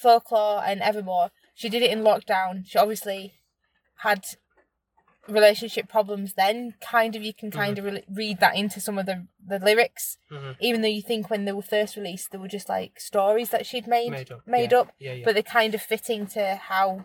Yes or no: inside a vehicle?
yes